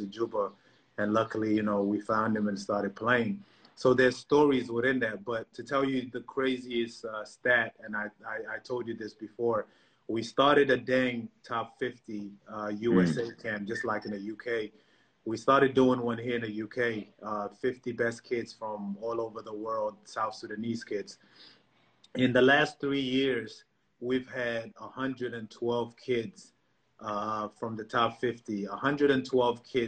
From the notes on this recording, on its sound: Answered questions from fans.